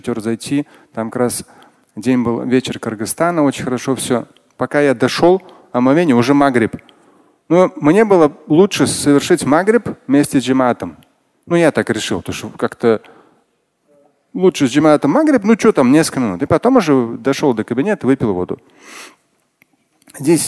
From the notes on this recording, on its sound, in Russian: Фрагмент пятничной лекции